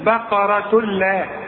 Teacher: العلماء بيسموه ادغام كامل بدون غنة